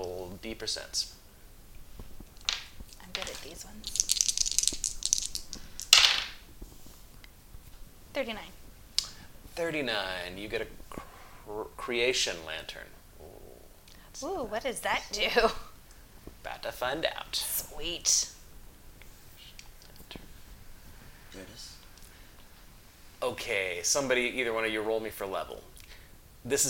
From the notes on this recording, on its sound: We had a little bit of background noises that were difficult to edit out do apologize.